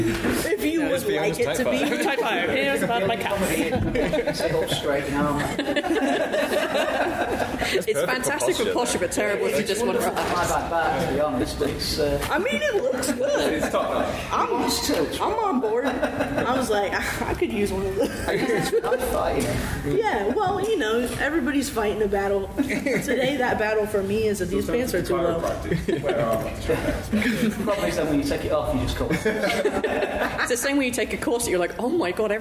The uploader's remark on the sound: MCM Comic Con London 2023. A live recording of the panel. Due to the live nature of this recording, the audio levels may vary.